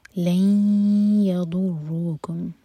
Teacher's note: ادغام غنہ کے ساتھ تو ناک میں آواز لے جائیں گے اور 2 سیکنڈس کا ٹائم دیں گے اور اس کے بعد ضاد ہیوی اور را ہیوی.